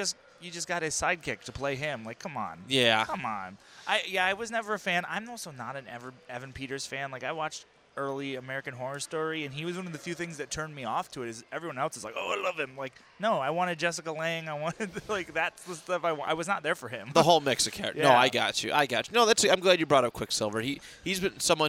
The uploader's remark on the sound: Recorded at The Podcast Precinct Redemption Fundraiser